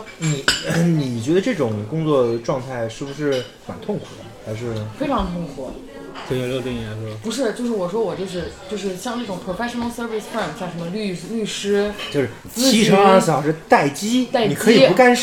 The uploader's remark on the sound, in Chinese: 因为对谈场所是在公共空间，所以杂音较多。